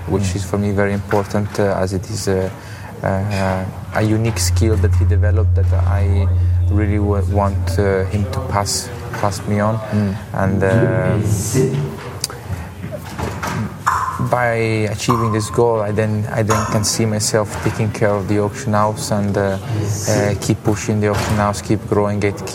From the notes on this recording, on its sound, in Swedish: Vi sitter mitt i auktionssalen där full aktivitet råder så här dagarna innan auktionen därför kan det förekomma lite störande ljud i bakgrunden.